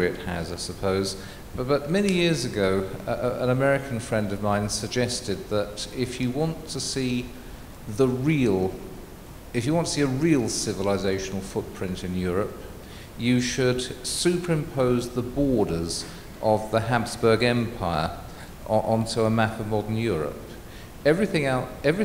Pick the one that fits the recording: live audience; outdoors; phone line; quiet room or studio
live audience